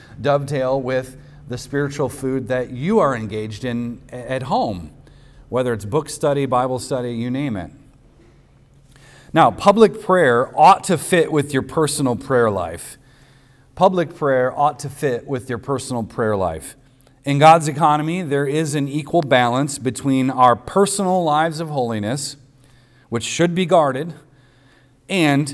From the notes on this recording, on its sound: recorded on Sunday, August 27th, 2023, at the weekly worship gathering of Cross & Crown Church